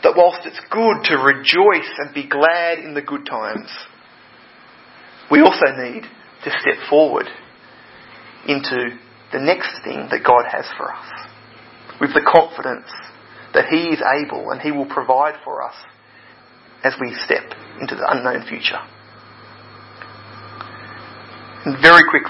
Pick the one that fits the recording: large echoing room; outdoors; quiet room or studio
large echoing room